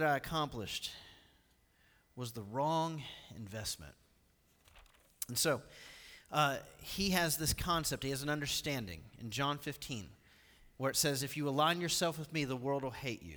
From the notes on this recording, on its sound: Recorded live at The Fellowship at Two Rivers on September 29, 2019.